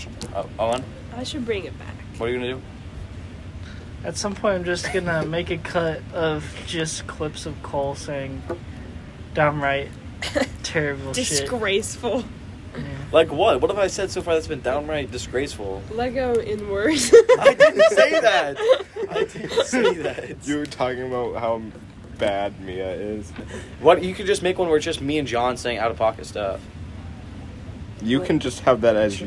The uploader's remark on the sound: This episode was recorded at a jazz band competition on an iPhone speaker, so please excuse extra/loud noises.